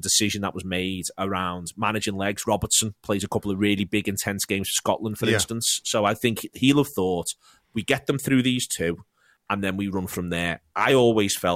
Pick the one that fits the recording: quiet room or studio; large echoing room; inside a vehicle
quiet room or studio